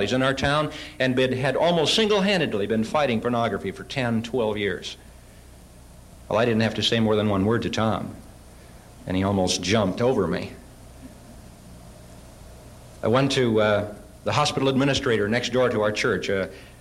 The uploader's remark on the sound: Shared with an audience in 1984 what they did in Fort Wayne, Indiana.